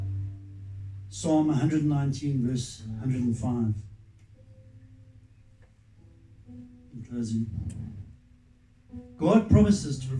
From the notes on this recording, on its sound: Recorded live at Love Beyond Church.